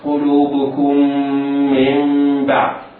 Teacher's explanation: إقلاب لوقوع الباء بعد النون الساكنة